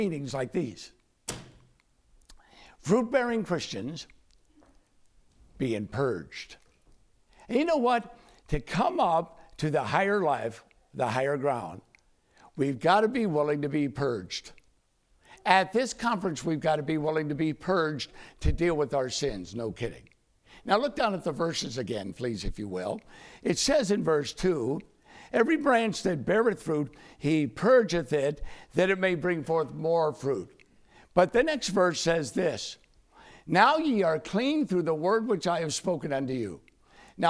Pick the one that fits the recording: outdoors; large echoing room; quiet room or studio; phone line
large echoing room